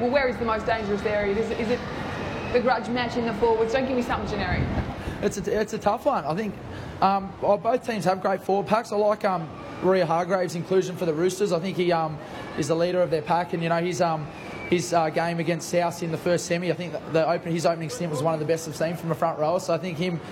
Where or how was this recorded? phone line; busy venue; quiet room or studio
busy venue